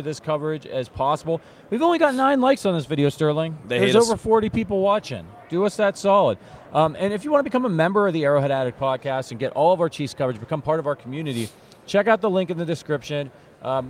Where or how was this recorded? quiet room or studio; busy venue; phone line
busy venue